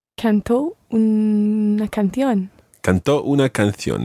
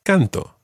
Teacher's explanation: You've got to put the stress on the last syllable so that they're different from the present tense. · Shown in: first take